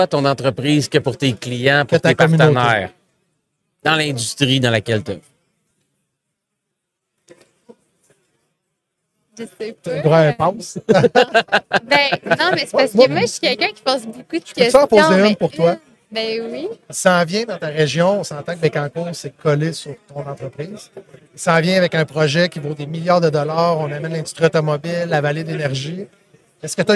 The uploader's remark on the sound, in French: En direct du Transal Saguenay